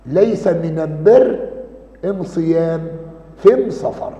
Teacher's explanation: وبعض العرب يجعلون لام أل ميم · Term: لغة حمير